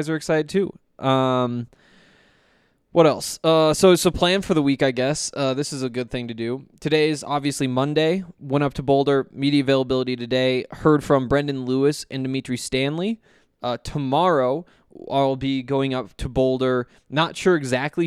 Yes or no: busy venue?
no